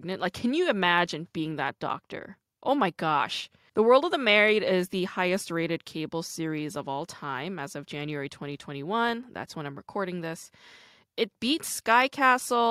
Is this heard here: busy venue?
no